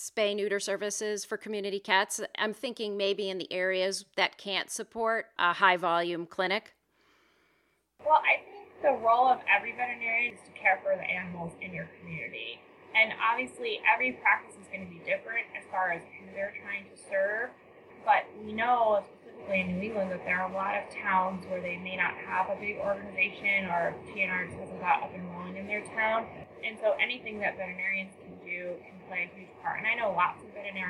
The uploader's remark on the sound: Please note that the audio quality of this interview is questionable due to technical difficulties.